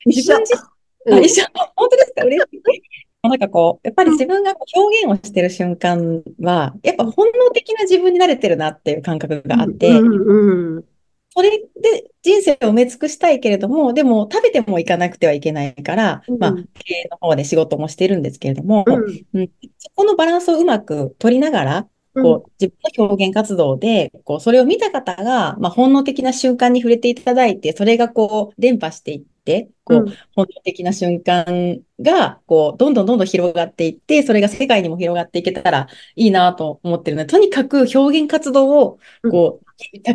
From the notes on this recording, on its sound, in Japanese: 場所：zoom開催。